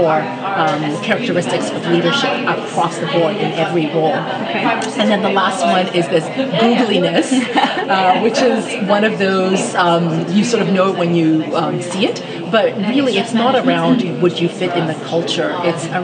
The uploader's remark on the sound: On location at Naseba's 11th Human Capital Forum MENA on the 25th -26th May, 2016 at Sofitel Dubai The Palm, Dubai, UAE.